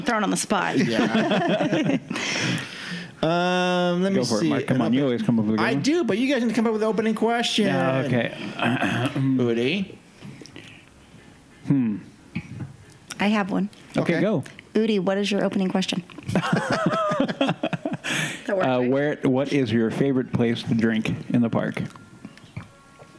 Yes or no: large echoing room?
no